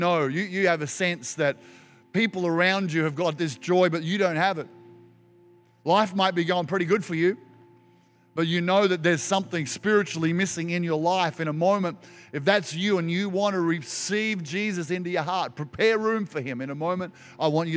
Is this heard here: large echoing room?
yes